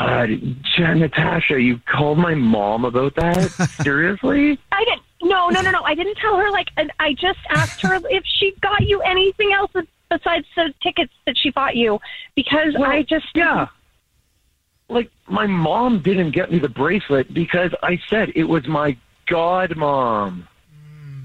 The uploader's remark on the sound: We have a listener on the phone